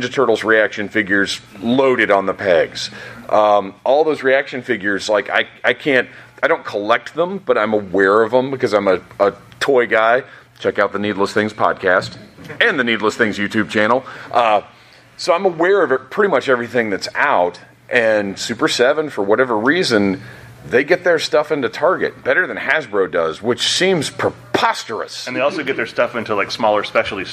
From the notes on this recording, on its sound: This episode was recorded in front of a live audience in Atlanta at Dragon Con 2021.